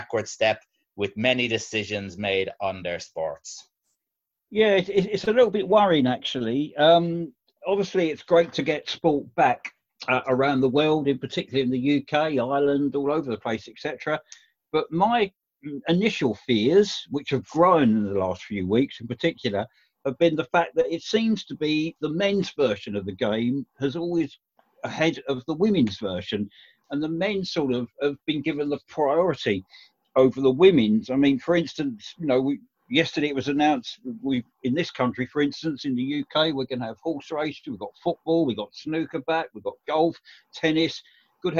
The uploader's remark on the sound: Zoom Chat